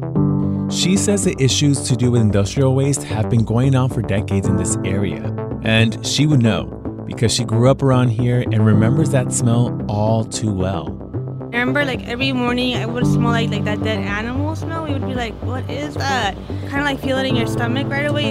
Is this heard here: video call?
no